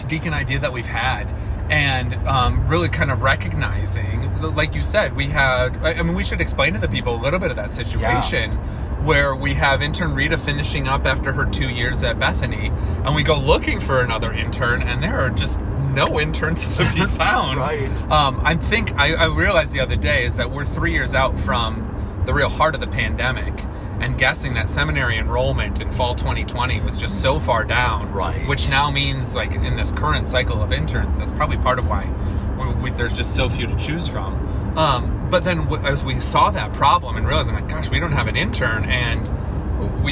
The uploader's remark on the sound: Clergy in the Car Having Coffee. On the drive they got coffee and recorded this special podcast!